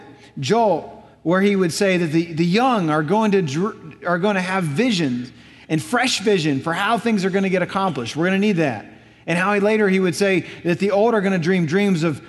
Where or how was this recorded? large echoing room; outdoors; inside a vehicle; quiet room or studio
large echoing room